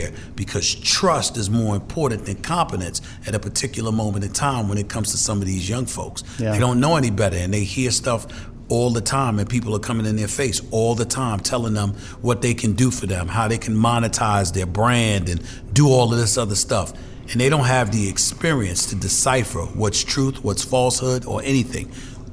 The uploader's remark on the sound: Live from the Pump Brothers Foundation Charity Gala